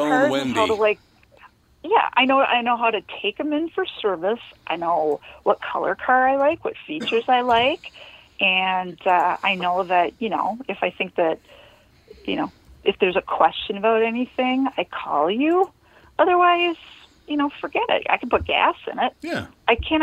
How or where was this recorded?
phone line